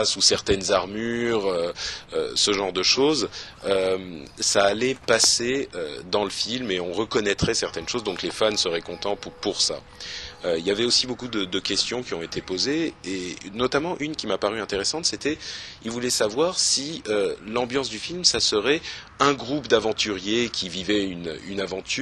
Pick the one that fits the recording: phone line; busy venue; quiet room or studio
busy venue